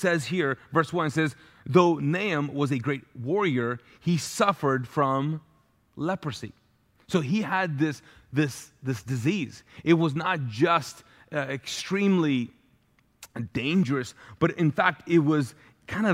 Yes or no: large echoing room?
yes